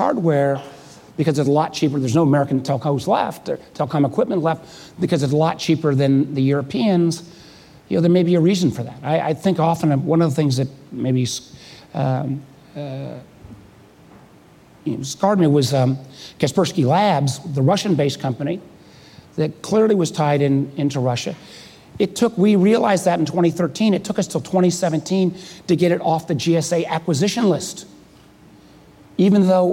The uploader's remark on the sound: Live at Code 2018